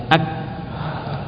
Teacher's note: Nah, coba huruf kaf disukun ak tanpa dilepaskan, masih dalam posisi lidah menempel ke langit-langit